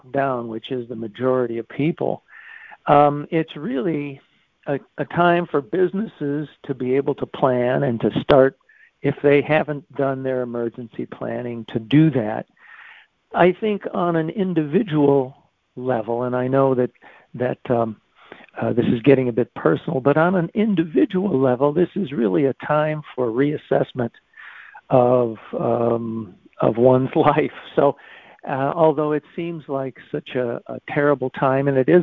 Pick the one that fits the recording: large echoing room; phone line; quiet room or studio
phone line